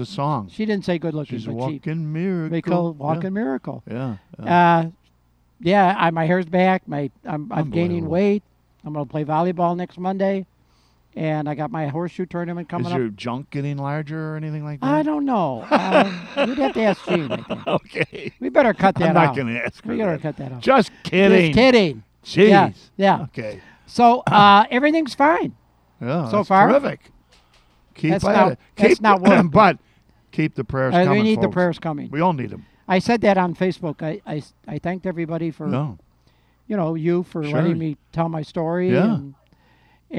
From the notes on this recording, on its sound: Present the Hibernian Radio Hour at our newest recording location, The Beacon Pub in Forest Park.